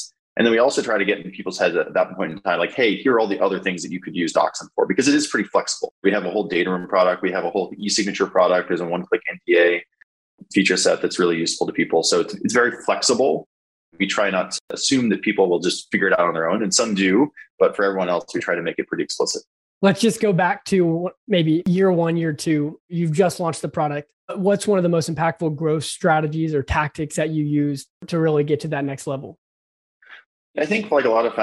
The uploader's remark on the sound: Sat down for a virtual coffee.